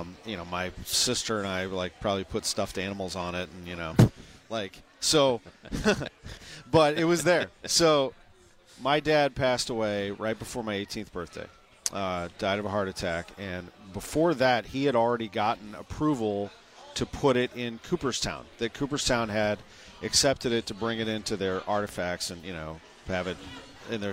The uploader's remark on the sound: In our second hour from Cardinals Winter Warmup